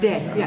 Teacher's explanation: die T spreek je niet uit